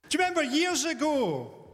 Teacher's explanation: I say d'ye for do you.